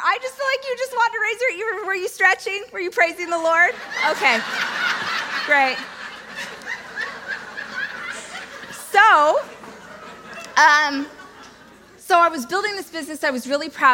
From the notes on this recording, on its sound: This excerpt is taken from my keynote speech. Amazing event Experts Academy.